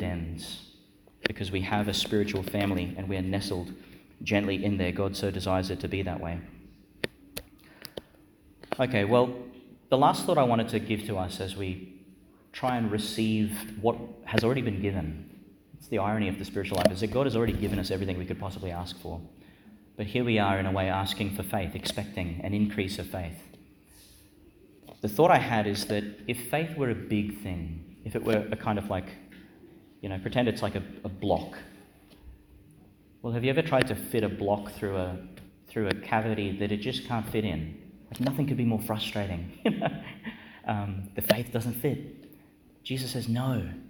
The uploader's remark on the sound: Delivered (in the evening) in Our Lady Star of the Sea Church, Gladstone, Qld.